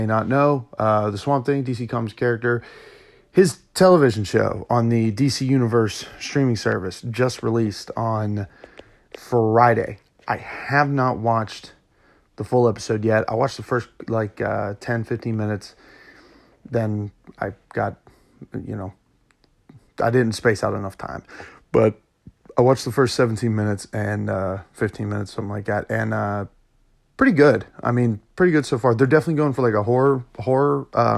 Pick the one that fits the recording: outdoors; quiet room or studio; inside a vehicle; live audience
quiet room or studio